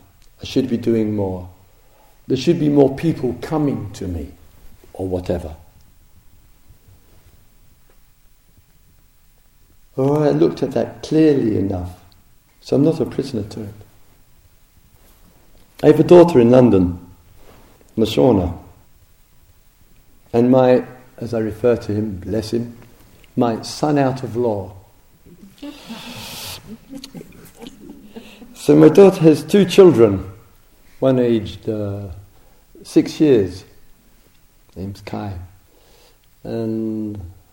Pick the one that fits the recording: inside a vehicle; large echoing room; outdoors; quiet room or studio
large echoing room